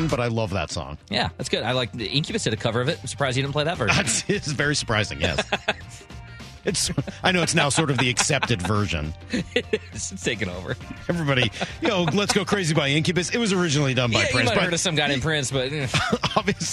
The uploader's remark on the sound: opening the phone lines for Seattle Sports fans to guide the show